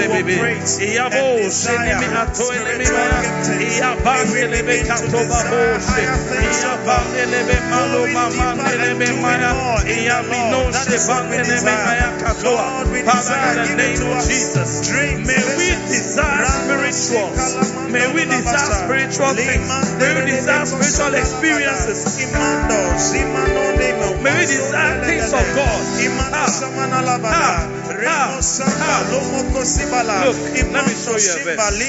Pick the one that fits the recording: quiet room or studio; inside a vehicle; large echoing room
large echoing room